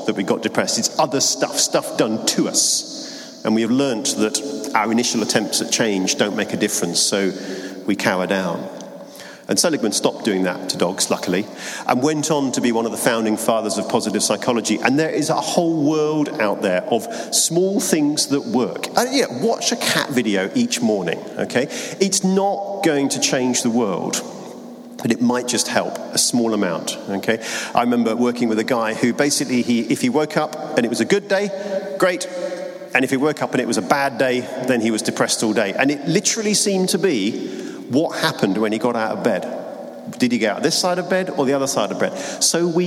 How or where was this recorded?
live audience